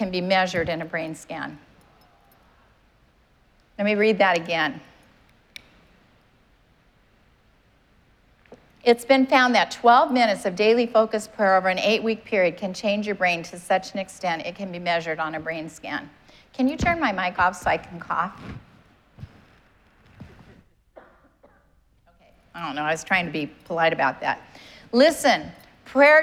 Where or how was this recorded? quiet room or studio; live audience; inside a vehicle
live audience